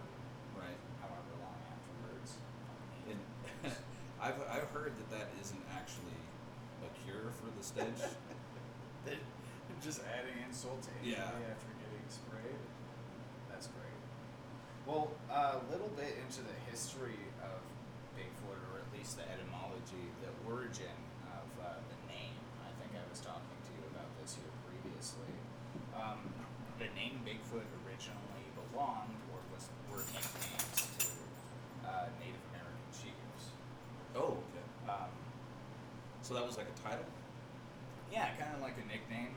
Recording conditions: poor sound quality